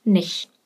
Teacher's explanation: Sehr auffällig in der deutschen Umgangssprache ist, dass wir sehr oft das T am Ende weglassen.